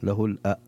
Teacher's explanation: يجب أن يحقق الهمزة في له الأسماء الحسنى · Term: تحقيق الهمزة